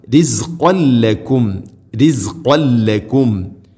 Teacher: തൻവീന് ശേഷം ലാം റിസ്ഖൻ ല. തൻവീന് ശേഷം ലാം വന്നാൽ ഇത് ഗാം ബിലഹുന മണിക്കാതെ കൂട്ടി ലയിപ്പിക്കണം